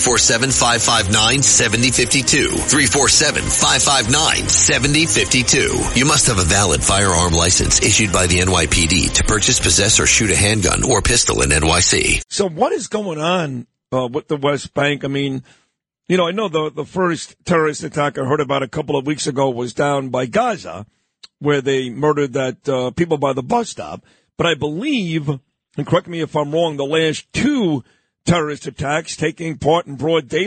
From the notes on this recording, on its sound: calls in from Jerusalem